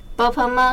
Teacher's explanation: b p m 属于双唇音